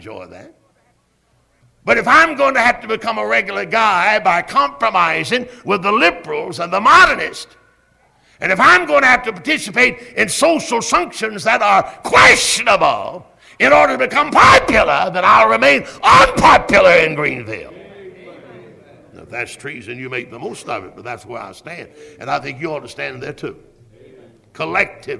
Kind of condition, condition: setting, large echoing room